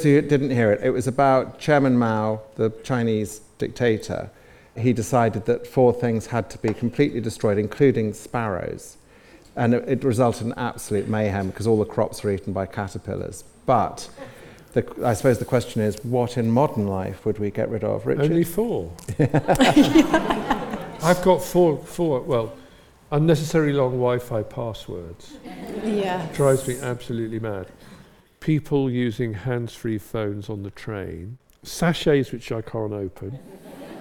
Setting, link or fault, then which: setting, live audience